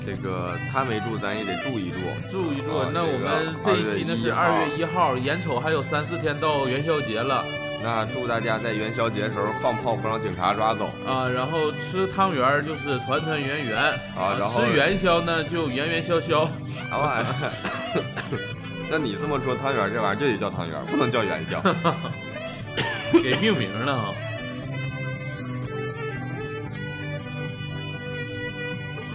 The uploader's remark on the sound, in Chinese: 这一期我俩录制条件有点特别，在公园录的，过程中刮风又下雨的，大家听着可能会有点奇怪